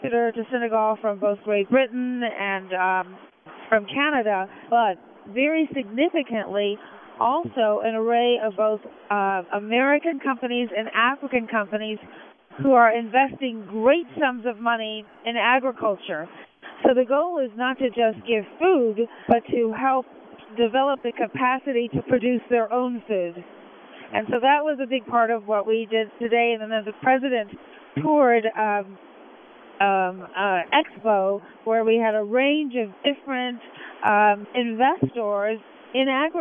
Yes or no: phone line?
yes